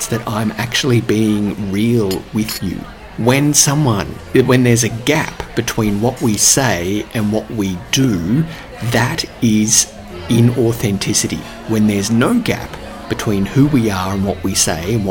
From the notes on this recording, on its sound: Sounds recorded with permission at Prefab Eatery, Wellington